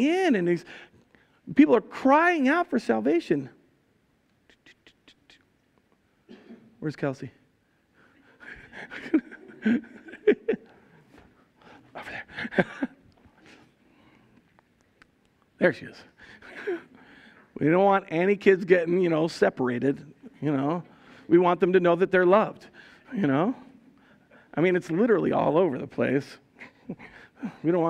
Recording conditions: large echoing room